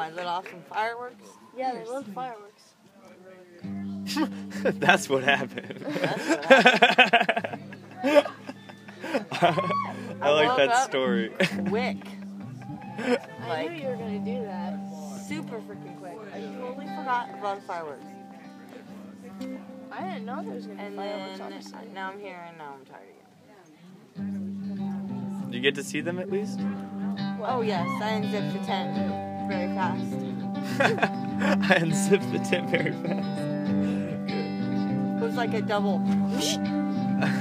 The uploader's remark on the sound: Recorded live without explicit permission from the garden during the night sessions of Squidfest 2014. Some of the artists are revealed in the dialogue but I can't make them out.